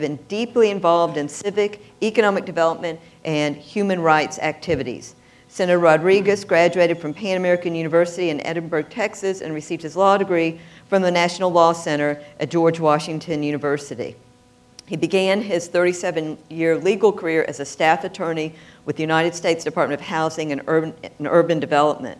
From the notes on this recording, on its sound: panel at The Texas Tribune Festival